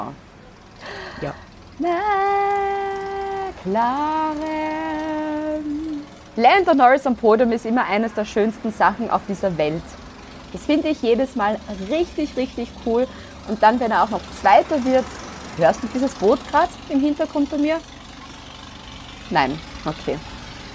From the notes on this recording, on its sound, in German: Hintergrundgeräusche gibts oben drauf